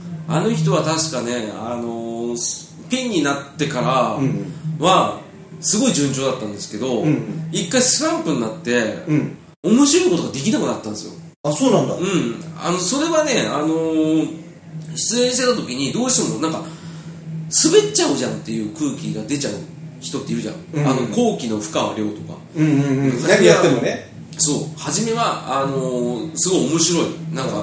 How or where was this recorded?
busy venue